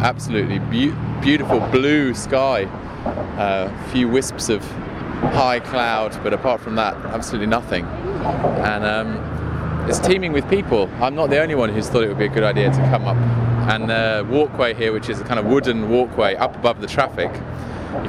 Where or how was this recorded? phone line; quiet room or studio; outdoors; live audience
outdoors